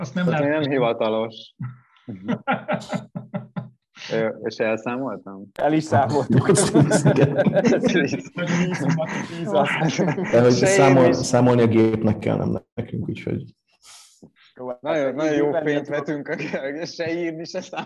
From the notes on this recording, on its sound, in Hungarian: az Emarsys privát podcastja a Beertalk első alkalommal nyílt közönség előtt készíti el következő adását